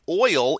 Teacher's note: the vowel sound in oil is a diphthong, two vowel sounds sliding from one to the other, and the number of syllables really depends on your dialect and pronunciation.